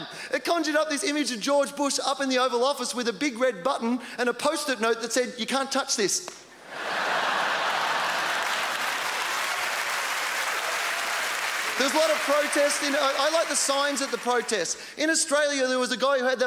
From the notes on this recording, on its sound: delivers a high energy set at the 2004 Just for Laughs Festival in Montreal